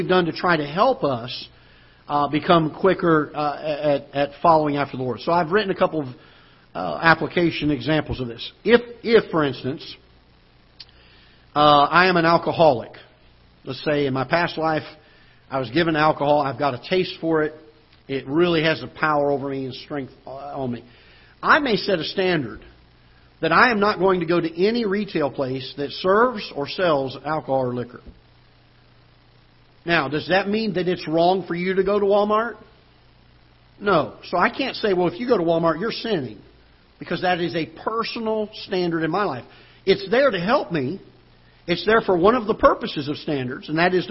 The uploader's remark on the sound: Ketha Heights Baptist Church ~ Live Broadcast